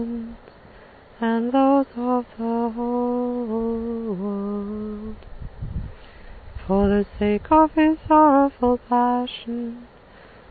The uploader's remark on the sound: This was recorded by the sea in North Cornwall